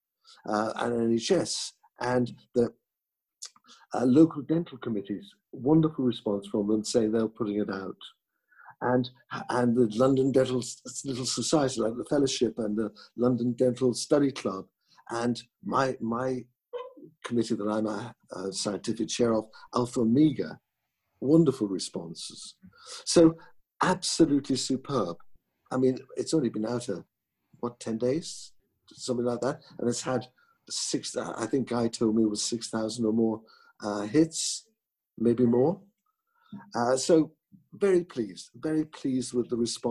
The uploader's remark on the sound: This podcast was recorded via Zoom.